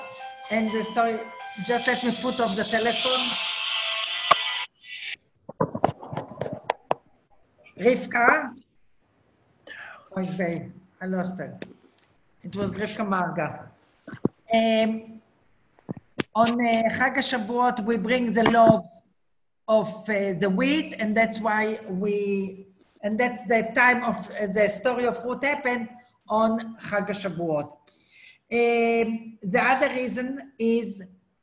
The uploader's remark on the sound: Zoom Class